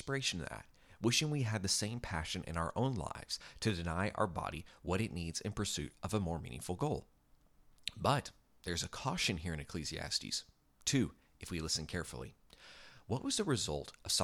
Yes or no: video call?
no